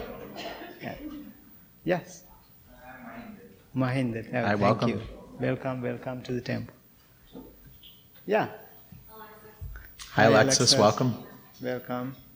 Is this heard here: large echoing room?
yes